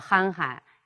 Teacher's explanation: 这也是重叠词，是不是啊？是第二个音节要轻读 · Term: 轻声